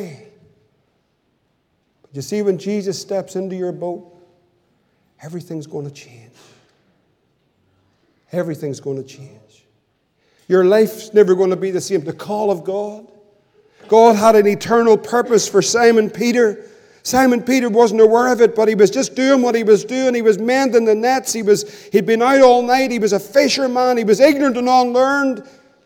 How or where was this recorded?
large echoing room